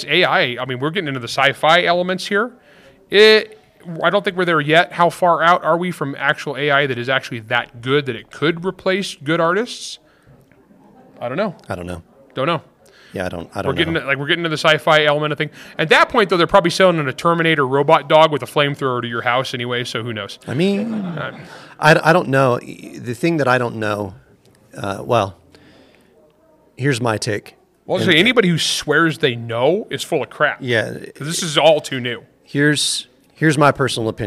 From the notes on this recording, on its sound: Did a live Q&A session with attendees at the Writer's Cantina. Attendees were all writers. This episode was recorded live Saturday, July 8, 2023 at the Writers Cantina in Utah.